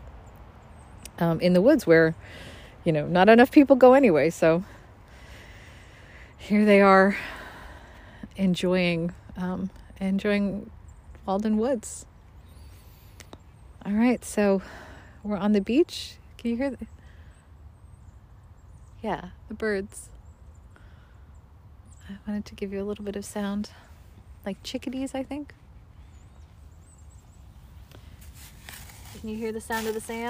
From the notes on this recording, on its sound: Additional commentaries are recorded at Walden Woods Stonehenge & the replica Cabin.